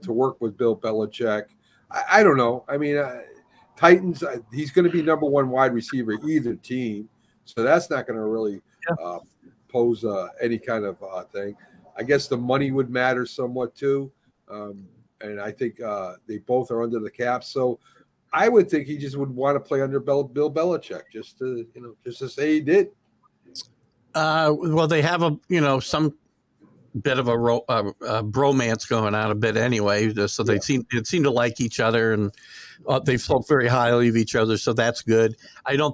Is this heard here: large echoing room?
no